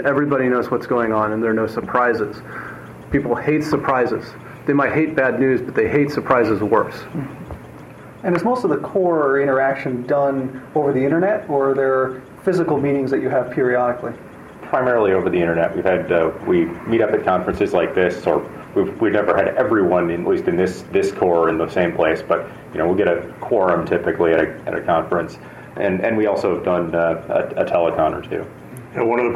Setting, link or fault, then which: setting, busy venue